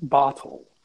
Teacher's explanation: the T's were actually pronounced as T's rather than D's. So consonant softening actually changed the way that word uh, that word is heard.